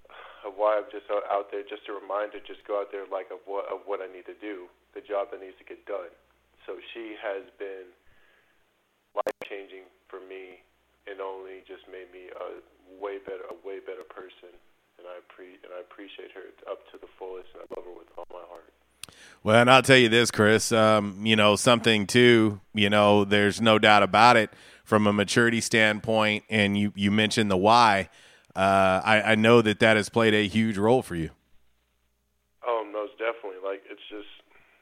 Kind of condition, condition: link, phone line